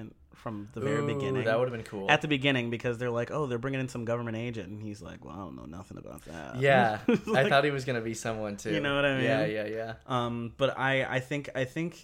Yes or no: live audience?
no